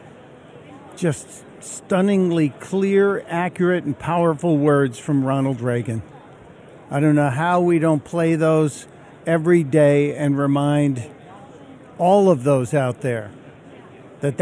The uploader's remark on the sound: Live from Freedom Fest in Vegas